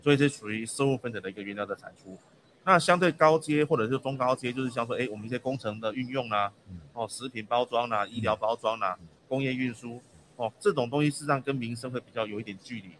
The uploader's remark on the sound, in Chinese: 本集節目於2022年「台北國際塑橡膠工業展（TaipeiPLAS）」展期間錄製。於南港展覽館1館同期舉行。